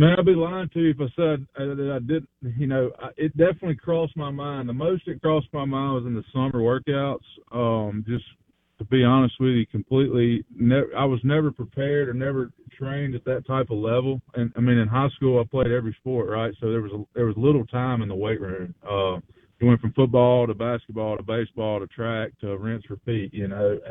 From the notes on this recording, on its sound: On Farm Bureau guest line. Live in the BankPlus Studio.